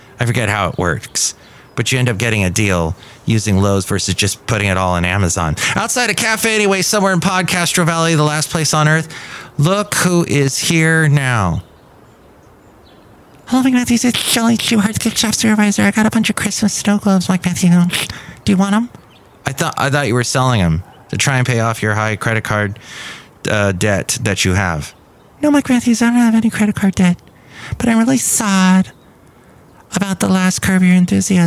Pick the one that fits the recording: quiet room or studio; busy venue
busy venue